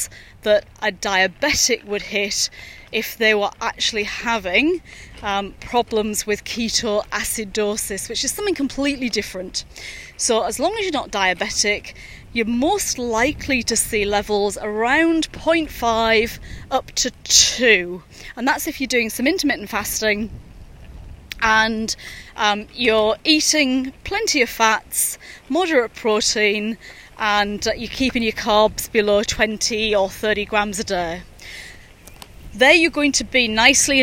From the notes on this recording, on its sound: recorded during daily walks